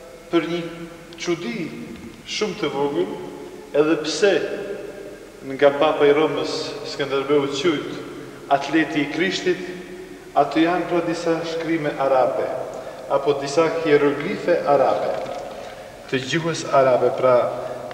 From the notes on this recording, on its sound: "Museum of Arms"Vienna Austria. This fragment was taped during our visit to this fantastic museum in Wien,Austria.